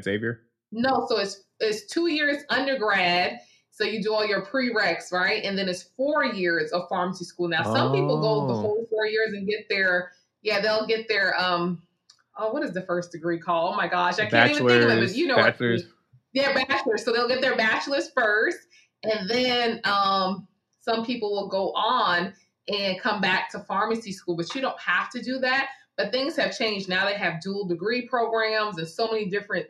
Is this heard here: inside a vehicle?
no